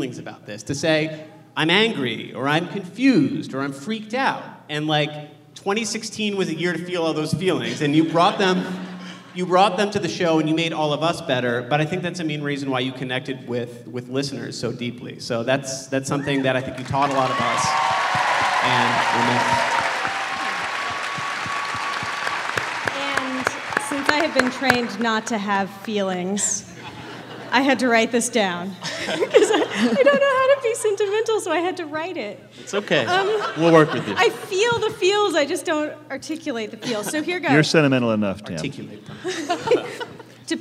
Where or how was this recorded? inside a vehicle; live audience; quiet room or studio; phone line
live audience